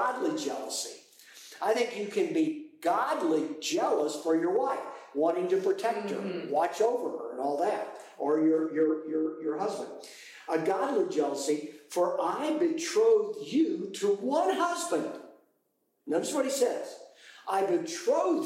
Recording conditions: poor sound quality